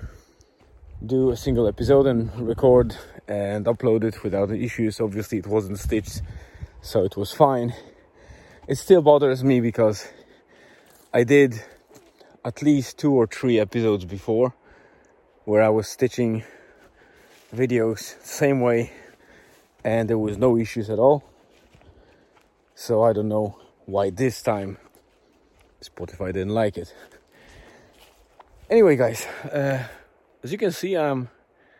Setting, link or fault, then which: setting, outdoors